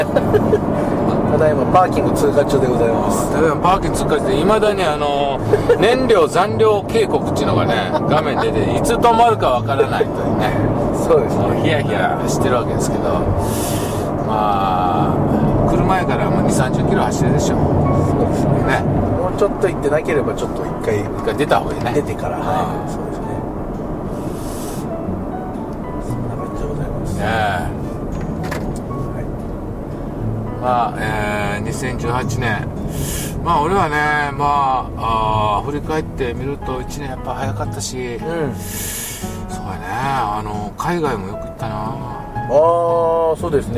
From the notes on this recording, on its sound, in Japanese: ドライビング対談収録をいたしました